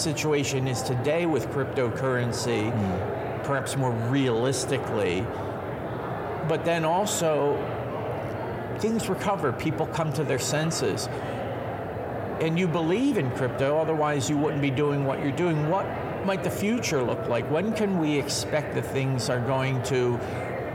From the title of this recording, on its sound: LIVE FROM MONEY 20/20